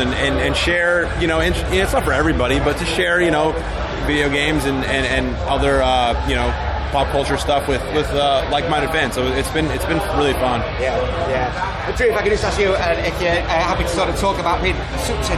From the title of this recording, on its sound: TURS at Download Festival 2022